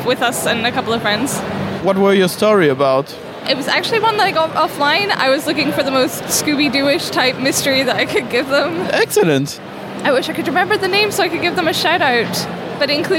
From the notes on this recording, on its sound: That Time Critical Role Ruled MCM London Comic Con. We are back in the halls of the ExCeL London.